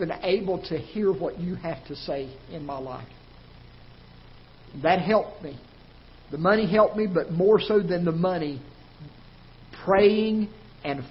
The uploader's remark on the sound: Ketha Heights Baptist Church ~ Live Broadcast.